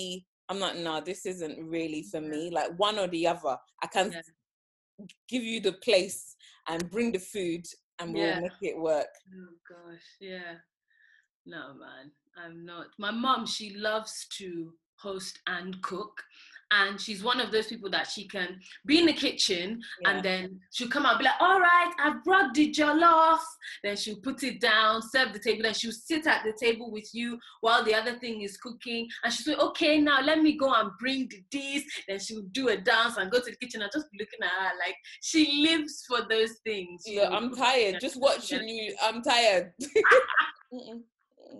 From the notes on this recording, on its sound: In this episode was recorded via zoom please excuse the audio quality